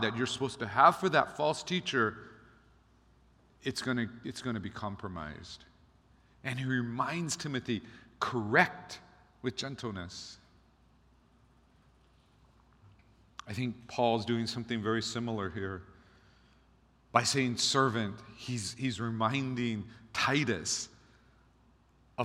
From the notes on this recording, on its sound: Recorded on October 15, 2023 at Waialae Baptist Church.